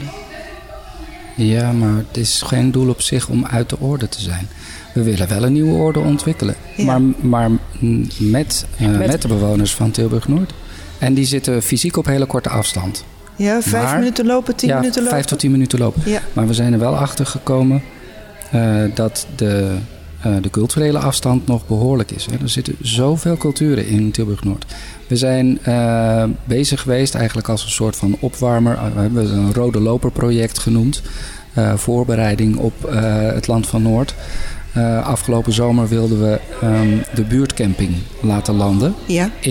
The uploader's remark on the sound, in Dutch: Opname: 1 november 2022, tijdens de nationale Klimaatweek in de Stadskas, in de LocHal in Tilburg. Tijdens de nationale Klimaatweek in de Stadskas, in de LocHal in Tilburg.